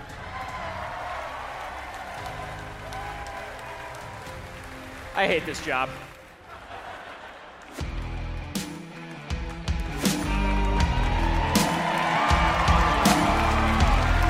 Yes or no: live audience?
yes